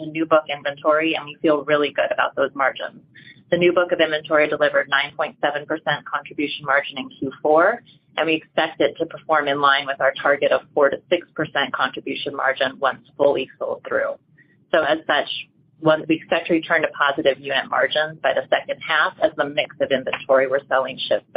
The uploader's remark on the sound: Recording of Opendoor's Second Quarter Earnings Conference call